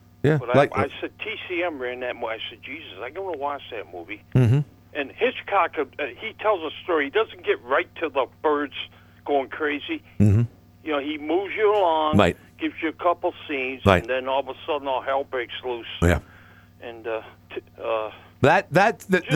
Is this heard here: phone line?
yes